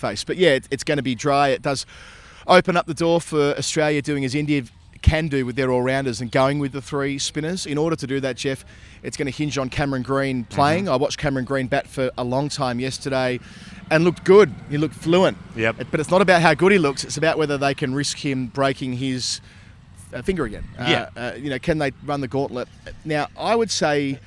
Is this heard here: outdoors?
yes